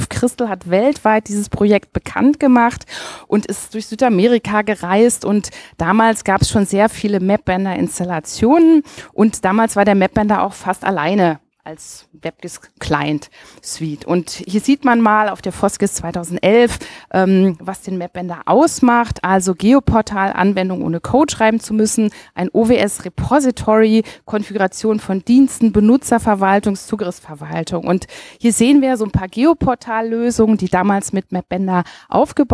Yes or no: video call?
no